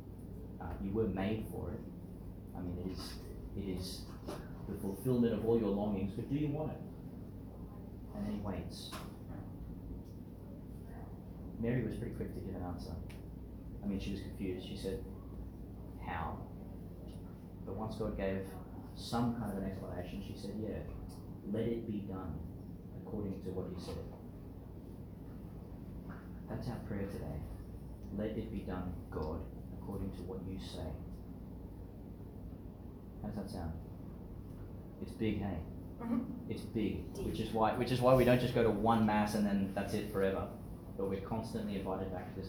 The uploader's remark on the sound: delivered in to some of the children at St John the Baptist Primary School, Gladstone, Qld.